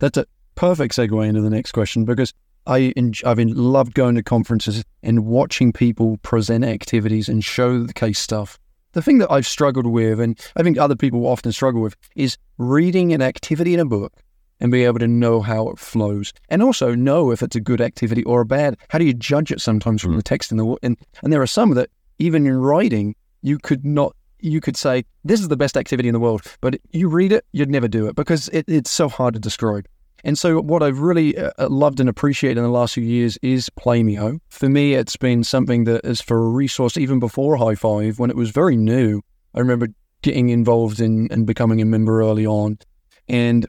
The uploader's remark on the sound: This is a re-production and edited version of a conversation recording in early 2019, back when I recorded episodes in my car.